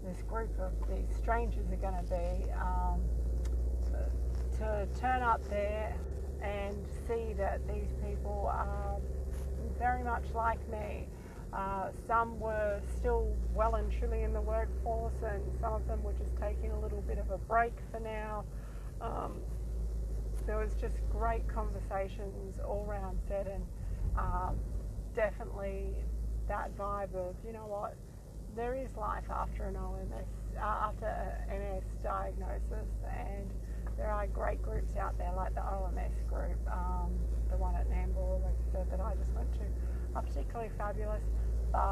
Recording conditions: background noise